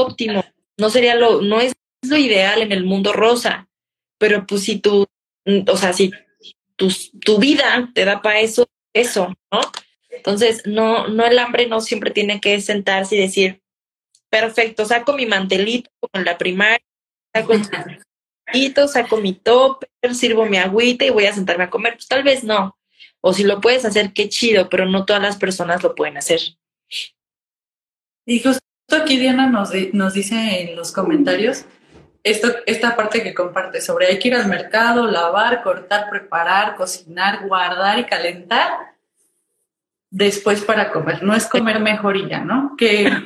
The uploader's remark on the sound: Instagram Live